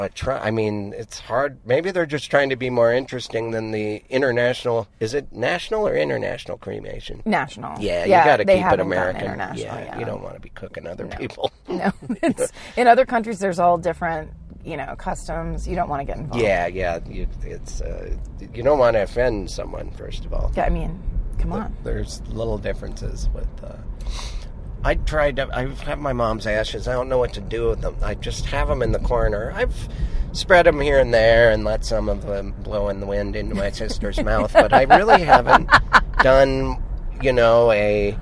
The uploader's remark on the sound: back in the car